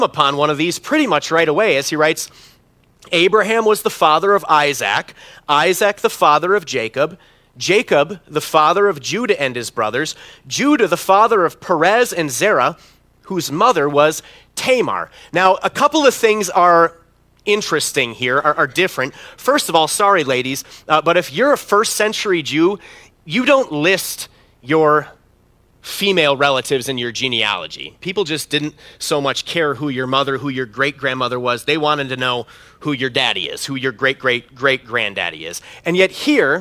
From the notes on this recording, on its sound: preached this sermon at Bethany's Saturday worship on December 17, 2022